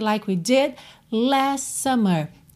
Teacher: em last summer, aí que o T sumiu mesmo, porque eu já ligo o S de last no S de summer